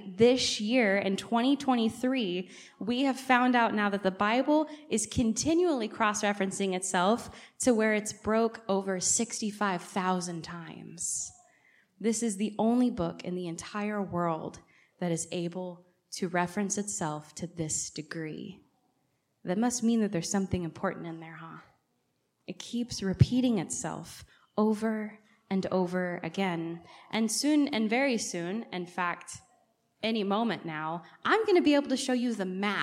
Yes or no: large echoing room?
yes